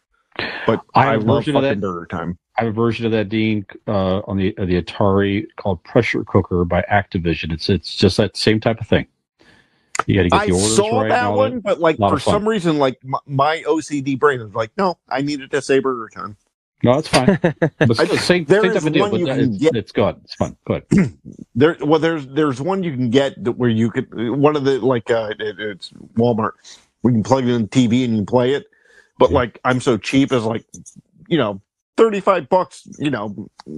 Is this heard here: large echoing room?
no